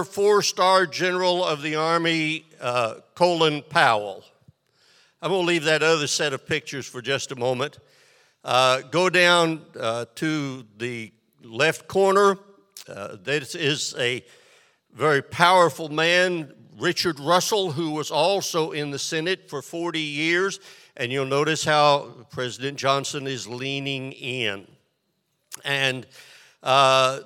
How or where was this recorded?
large echoing room